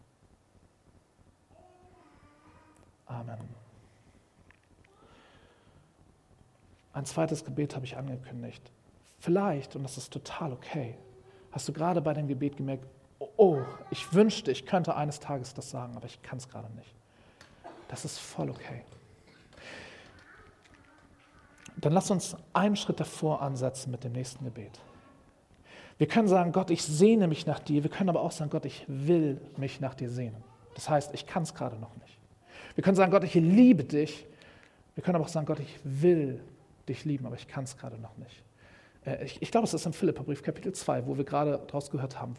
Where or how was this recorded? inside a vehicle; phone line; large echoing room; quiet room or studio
large echoing room